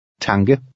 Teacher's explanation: The Danish K sometimes sounds like a cross between a K and a G.